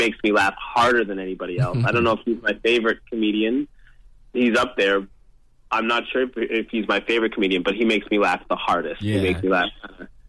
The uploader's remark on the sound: called into our weekly radio show in London